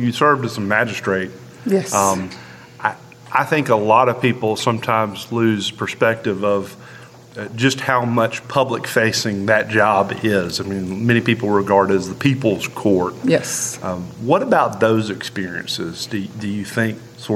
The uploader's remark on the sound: This episode is part one of a three-part recording at the 2023 Annual Meeting.